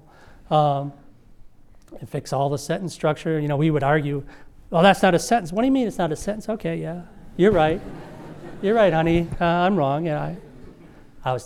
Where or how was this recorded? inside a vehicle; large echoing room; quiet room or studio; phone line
large echoing room